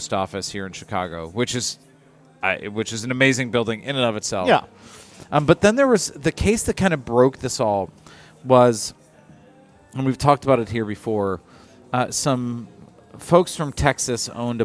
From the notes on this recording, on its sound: On this episode recorded at Begyle Brewing